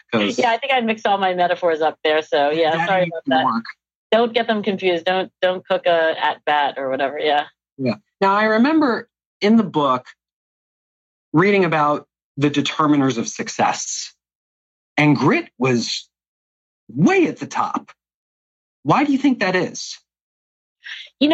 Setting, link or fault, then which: link, video call